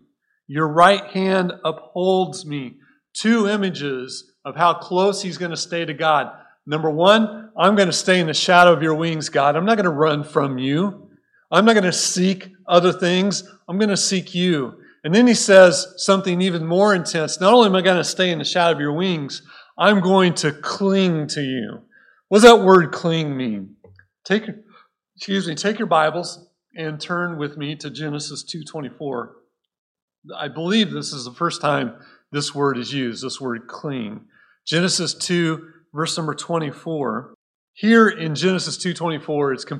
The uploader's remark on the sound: Recorded at Cornerstone Church in Mesa, AZ